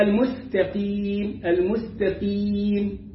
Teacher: اهدنا الصراط، الصراء والراء هنا مفخمة، يبقى اهدنا الصراط المسكى، لغاية دلوقتي كله مرقق، ألف لام ميم سين تاء حروف ترقيق، قيم القاف مفخمة وفي أقل درجات التفخيم، وبعدين الياء والميم ترقيق، يبقى المستقيم، المستقيم.